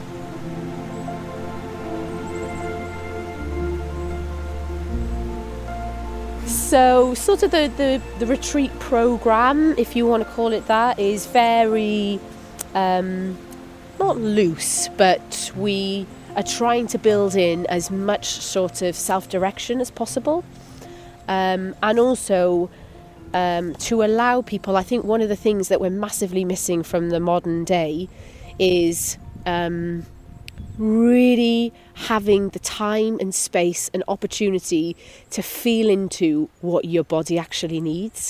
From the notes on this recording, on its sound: We walk and talk in the countryside. For our first wander we're in a wooded Welsh valley.